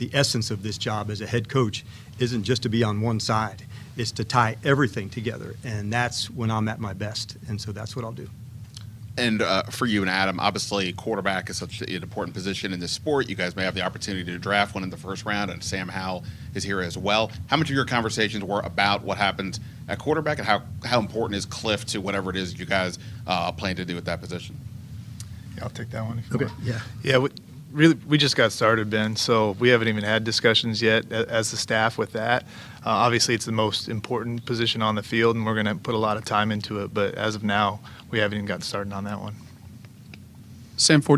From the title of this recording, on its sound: Intro Presser LIVE From Ashburn